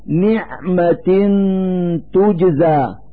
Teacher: في هذا المثال كسرتان تحت التاء من كلمة نعمة، نلفظ هاتين الكسرتين نونا ساكنة من مخرج التاء من كلمة تجزى، فنقول نعمة تجزى مع إظهار الغنة التي هي الدليل على وجود النون الساكنة.